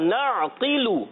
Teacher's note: اور قاف کو پر رکھنا ہے حرف مستعلیہ